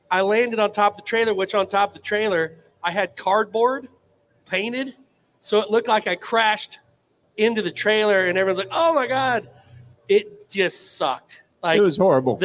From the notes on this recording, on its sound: RümpChät Live at the 2023 NFR!